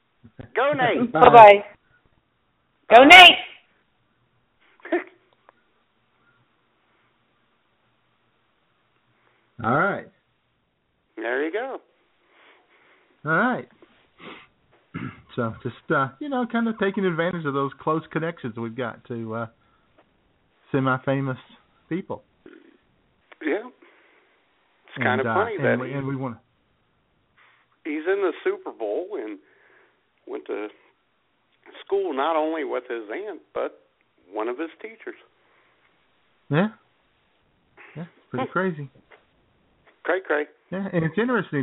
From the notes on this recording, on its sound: your phone calls